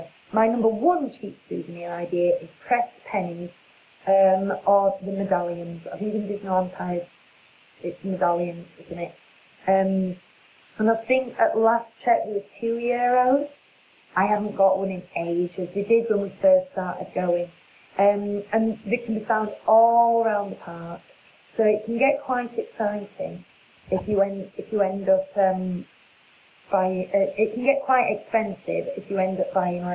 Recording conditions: poor sound quality